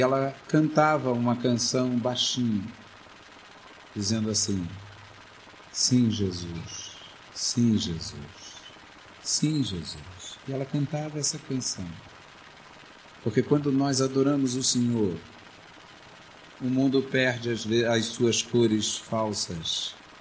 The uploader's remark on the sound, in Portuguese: Essa pregação foi gravada no culto de 09-11-2008 na Igreja Evangélica Congregacional do Lins.